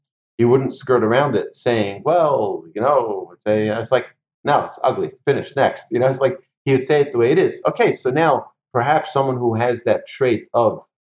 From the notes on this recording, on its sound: Recorded presentation to an online audience on June 28, 2020, in Houston, Texas.